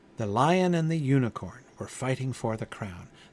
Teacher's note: I still think that the and is unstressed, but that then just becomes a slight departure at the beginning of the line.